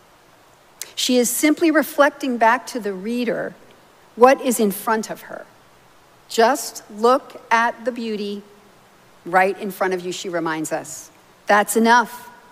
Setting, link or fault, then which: setting, large echoing room